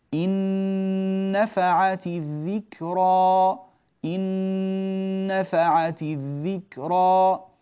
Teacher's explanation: فتدخل النون في النون ويصير النطق بنون واحدة